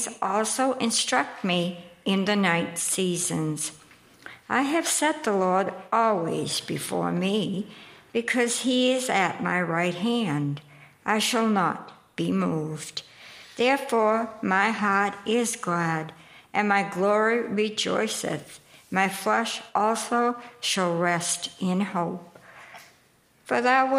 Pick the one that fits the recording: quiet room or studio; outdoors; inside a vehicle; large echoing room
large echoing room